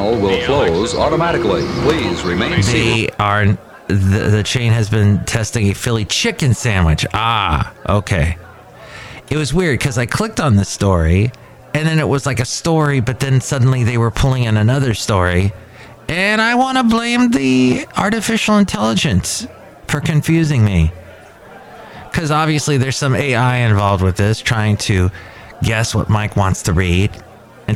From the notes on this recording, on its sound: podcasts live from Cafe Anyway